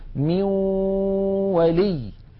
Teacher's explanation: لاحظوا بأن الجزء اللساني في النون انعدم وتحول إلى واو، وأن الغنة قد بقيت · Term: الإدغام بالغنة